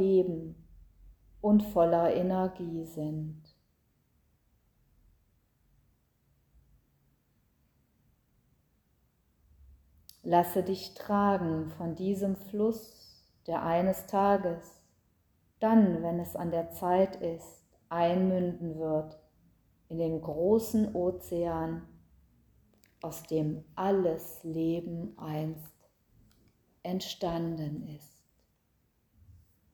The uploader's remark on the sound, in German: Mitschnitt aus einer Yogastunde mit Hintergrundgeräuschen.